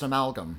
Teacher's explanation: Stress on the second syllable